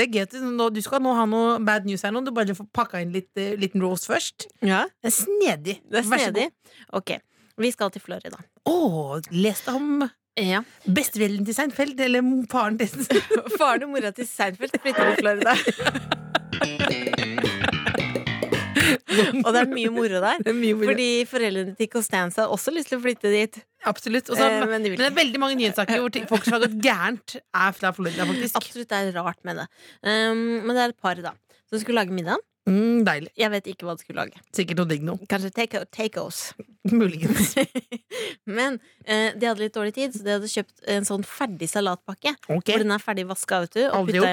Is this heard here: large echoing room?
no